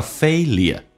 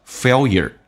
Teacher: 地去掉 so-called failures, so-called 所谓的。来看一下 call,打开口腔啊,再加个 L 这个发音 so-called,最后一个 D 不发音 so-calledfailure。美式发音跟英式发音不一样，英式发音叫 failure,美式发音叫 failure, 他把那个 L 提前发了就变成 failure,然后同时轻度卷舌 · Shown in: second take